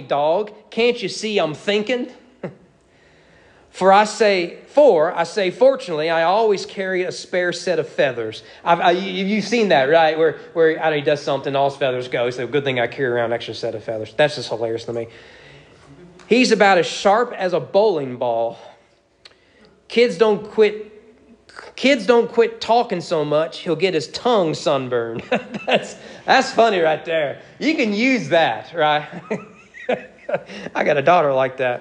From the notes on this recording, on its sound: Sermon preached at East Frankfort Baptist Church on December 4, 2022 during evening worship.